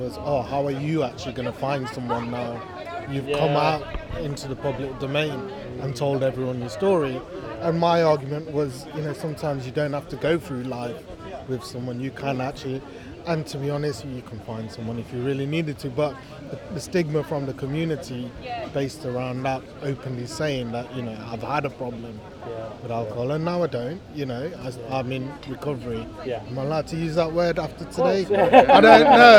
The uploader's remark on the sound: Recorded at the Project 6 Ideas Conference 2023. Listen to a snapshot of the day including conversations, views and ideas shared across the conference.